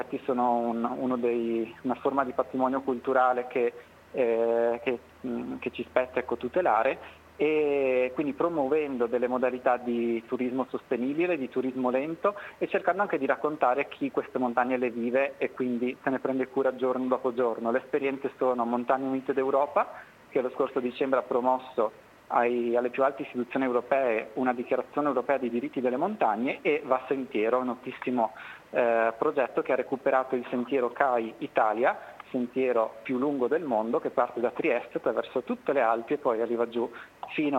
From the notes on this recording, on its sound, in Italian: In questa puntata sono intervenuti in diretta telefonica.